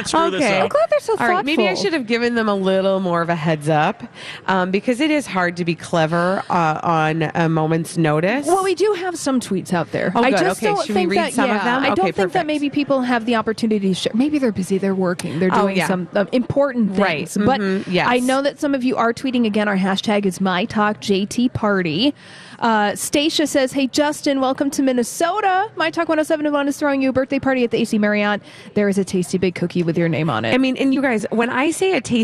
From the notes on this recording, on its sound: Live from The AC Hotel!